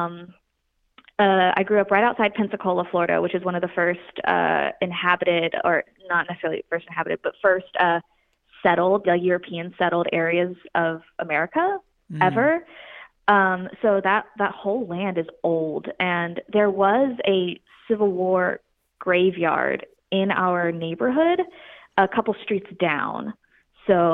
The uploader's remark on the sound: Listener Phone Call